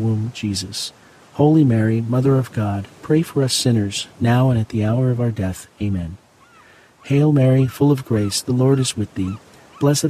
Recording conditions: outdoors